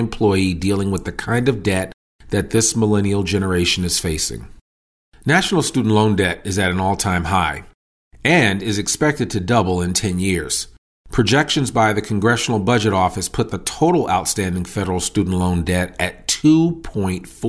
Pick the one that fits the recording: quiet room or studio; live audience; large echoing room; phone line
quiet room or studio